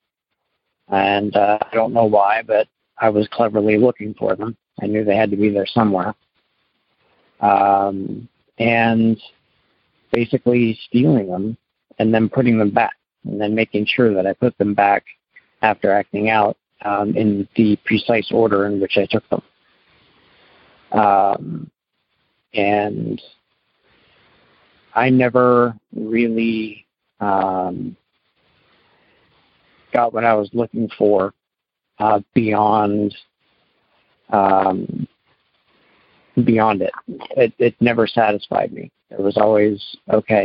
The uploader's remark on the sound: Maine - Monday Noon Phone Speaker Series.